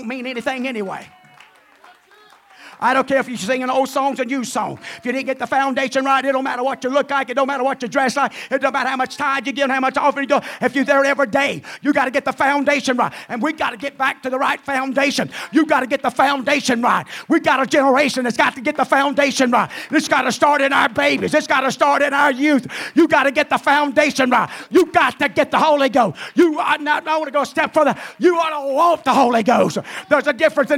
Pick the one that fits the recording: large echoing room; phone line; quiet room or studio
large echoing room